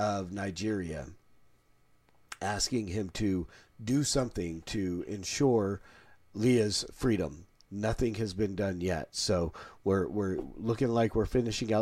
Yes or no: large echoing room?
no